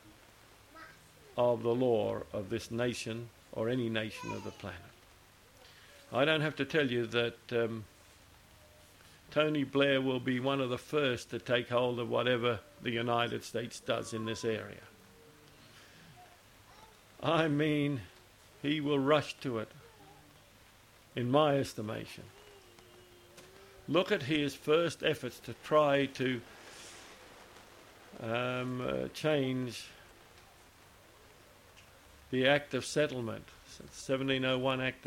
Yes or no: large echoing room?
yes